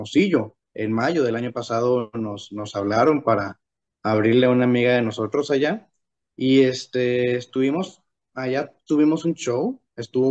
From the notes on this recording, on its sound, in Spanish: Charlamos via zoom